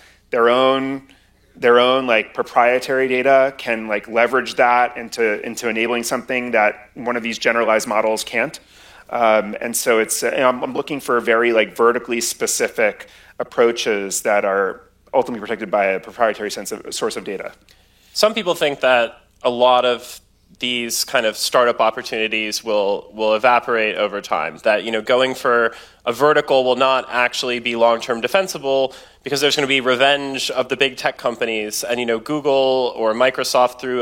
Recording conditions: busy venue